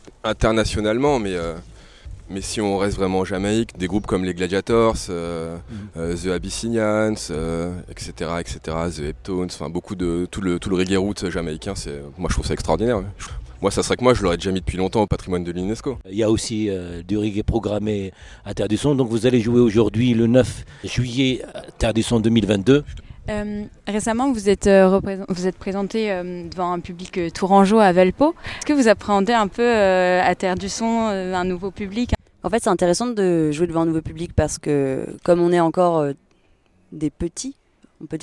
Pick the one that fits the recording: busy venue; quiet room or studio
busy venue